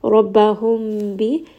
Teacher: here ميم is going to merge into the ba, and I am going to bring this up into the nose and give it some ghunna.